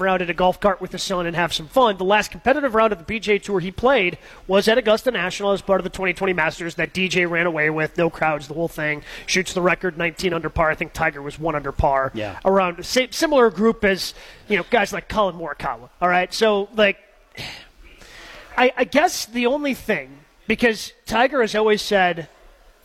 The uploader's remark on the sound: Masters preview live from Fairways of Woodside.